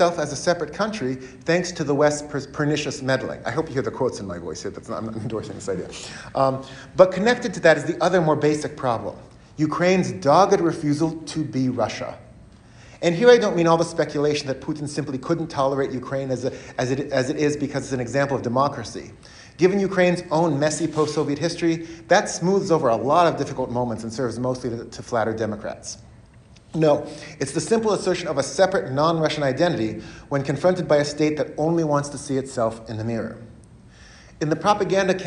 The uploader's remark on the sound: He gave this talk as part of a lecture series hosted by the Ellison Center at the University of Washington.